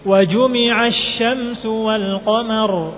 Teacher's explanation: ada tafashi, hawanya menyebar di mulut. Wajumi'ash, yang membantu tafasyi adalah rokhawahnya huruf tersebut.